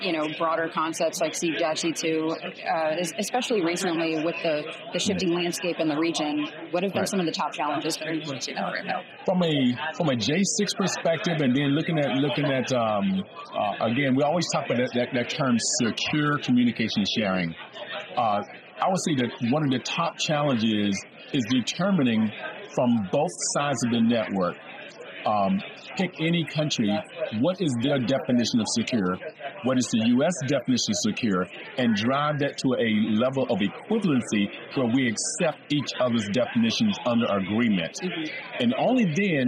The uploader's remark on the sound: We recently had the opportunity to connect with several leaders at the AFCEA TechNet Indo-Pacific conference in Honolulu